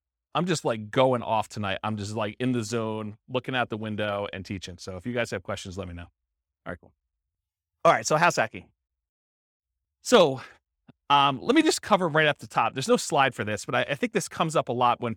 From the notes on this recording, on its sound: This was a live class recorded